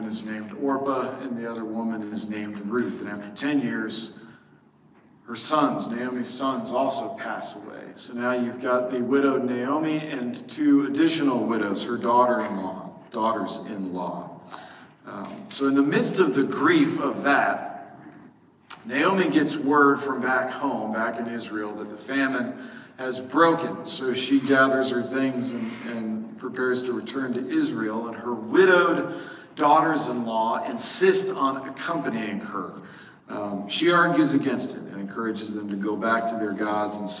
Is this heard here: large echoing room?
yes